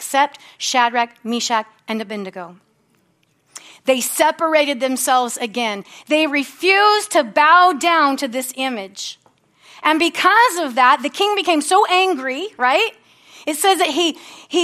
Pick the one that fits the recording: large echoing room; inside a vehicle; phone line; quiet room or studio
large echoing room